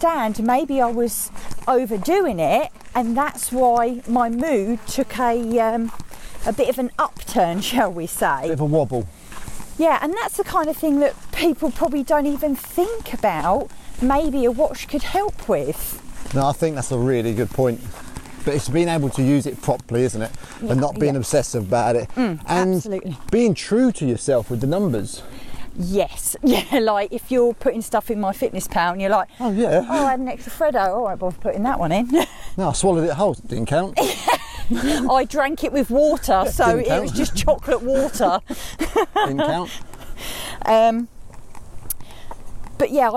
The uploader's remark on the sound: walking podcast